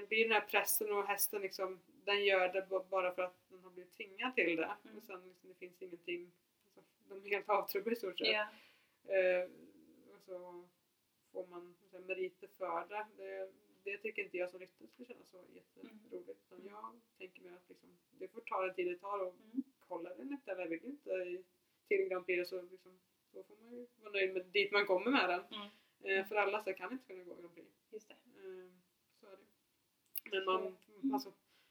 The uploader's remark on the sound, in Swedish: Ljudet är tyvärr lite lågt i detta avsnitt.